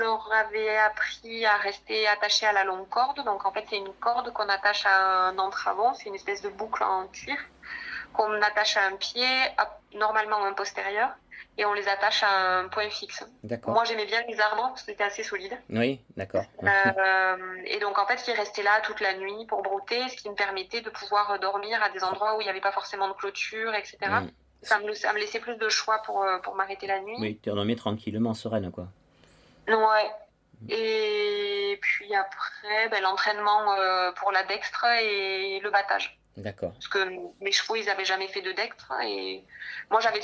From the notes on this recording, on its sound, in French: interview enregistrée le 22 août 2022 par téléphone